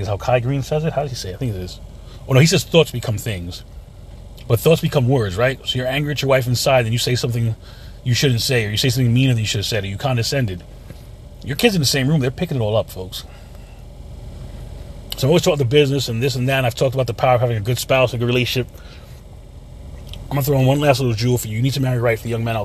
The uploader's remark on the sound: In this CarCast